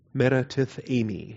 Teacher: And the first E is your short E, is your epsilon. Your last E is your long E. That's your eta. · Term: long vowel